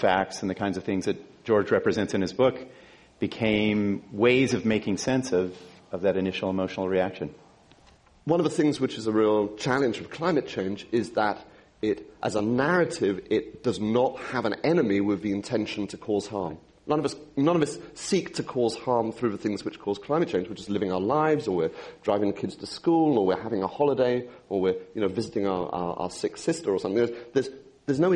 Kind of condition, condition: setting, live audience